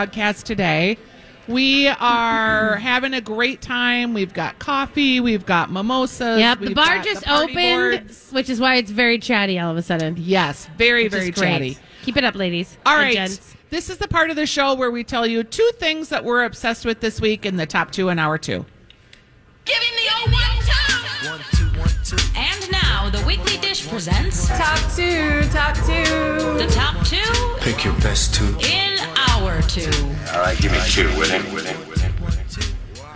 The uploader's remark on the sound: continue their live broadcast from Potluck in the Rosedale Mall